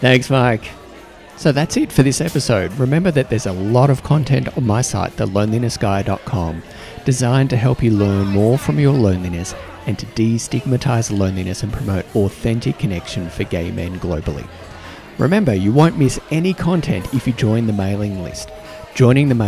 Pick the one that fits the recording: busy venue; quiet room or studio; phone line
busy venue